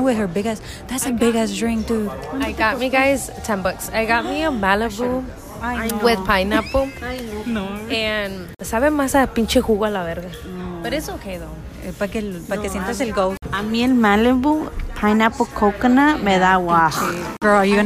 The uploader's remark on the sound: First hunted Group Tour. The setting of this episode was recorded while on a ghost tour.